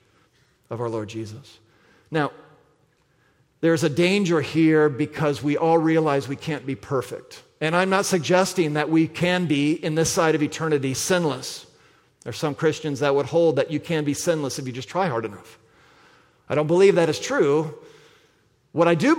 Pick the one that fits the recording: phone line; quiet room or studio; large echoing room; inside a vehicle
large echoing room